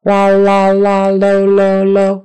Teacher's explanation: So you could say that L at the end of the word is pronounced a little differently than L before the vowel. There's more movement to L at the beginning of the word because your tongue flicks off to get the vowel.